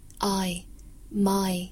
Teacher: My 里面的 I 双元音从 A 滑到 E